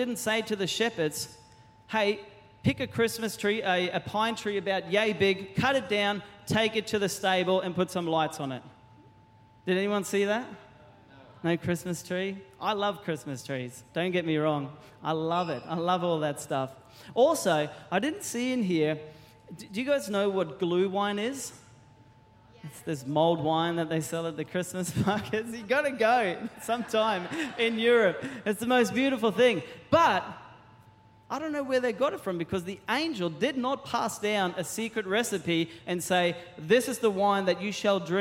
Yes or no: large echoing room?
yes